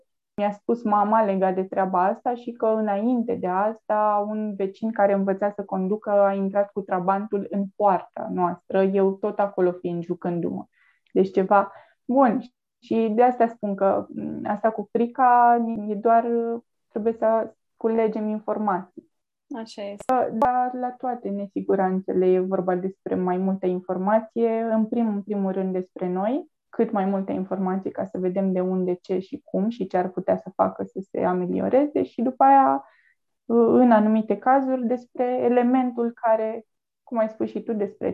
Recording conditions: video call